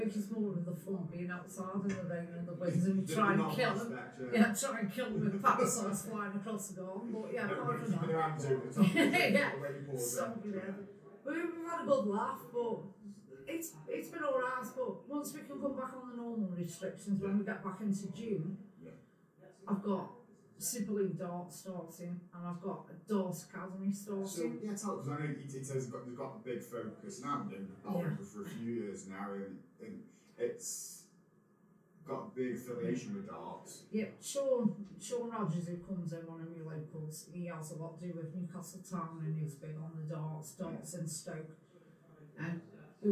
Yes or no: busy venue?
yes